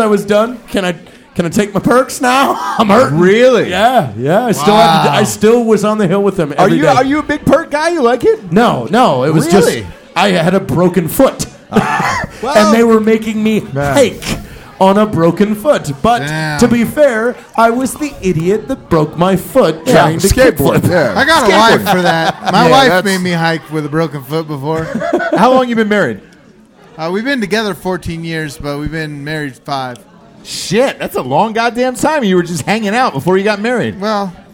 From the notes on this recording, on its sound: Live From Las Vegas! At a biker bar in Las Vegas.